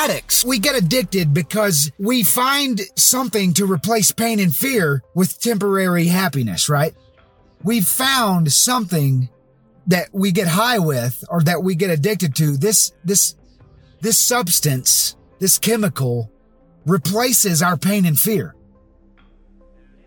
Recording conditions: inside a vehicle